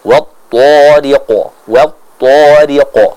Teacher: memantulkan suara dari huruf qaf ini dengan vokal huruf o · Term: qalqalah